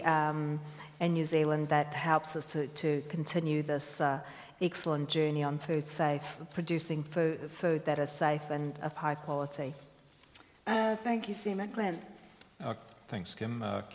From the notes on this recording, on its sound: A panel of experts at the annual seminar of the New Zealand Food Safety Science & Research Centre.